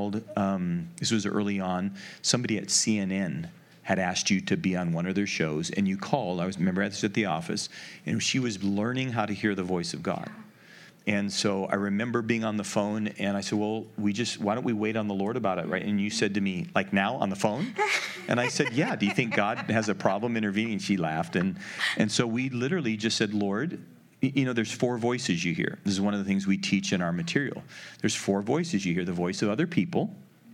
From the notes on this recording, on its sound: The following audio comes from the National Disciple Making Forum by Discipleship·org